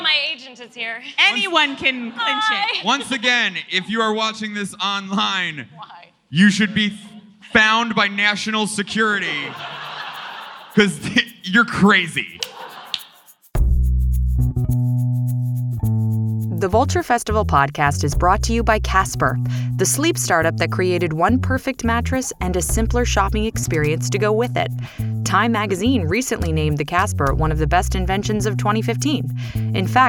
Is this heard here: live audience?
yes